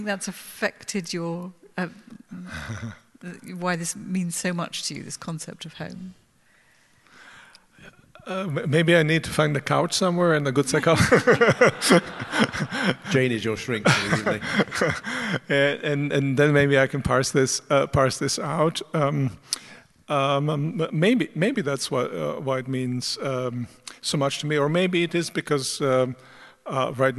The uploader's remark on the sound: This GodPod was recorded as part of a lecture. This lecture was recorded as part of the Generous Orthodoxy Lecture Series – a collaboration between St Mellitus College and the McDonald Agape Foundation.